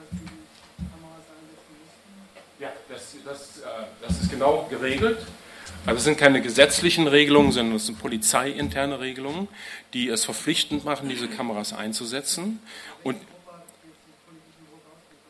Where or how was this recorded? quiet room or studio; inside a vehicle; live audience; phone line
live audience